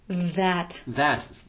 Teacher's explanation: just putting the tip of your tongue between your front teeth. You know, because otherwise they come out like d or t.